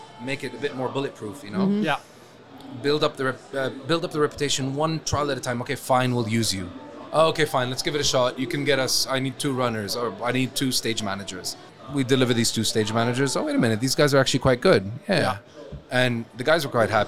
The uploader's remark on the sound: Live from SES